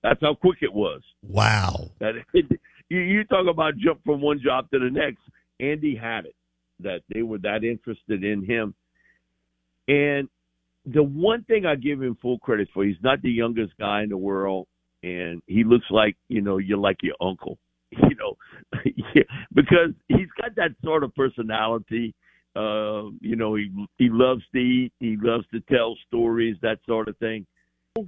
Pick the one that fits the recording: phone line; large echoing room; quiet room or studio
phone line